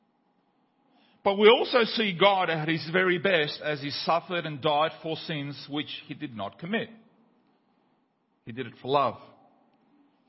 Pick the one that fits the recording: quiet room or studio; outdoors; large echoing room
large echoing room